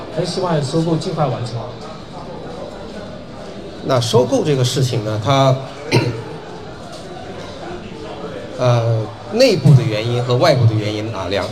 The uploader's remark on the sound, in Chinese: 本期节目为《足球第一视角》8月26日线下见面会的现场录音，保留了稍有些嘈杂的背景音。